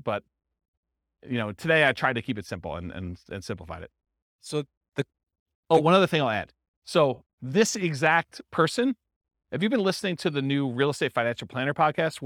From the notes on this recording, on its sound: This was a live class recorded